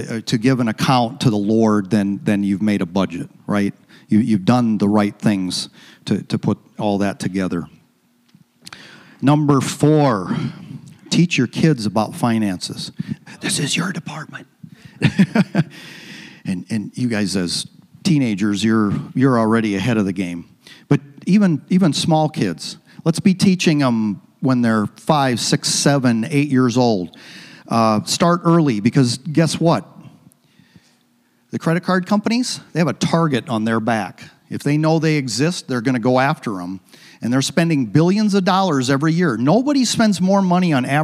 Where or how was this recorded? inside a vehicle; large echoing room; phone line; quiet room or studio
large echoing room